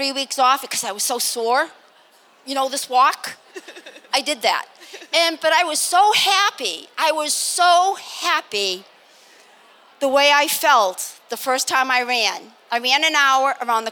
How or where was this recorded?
busy venue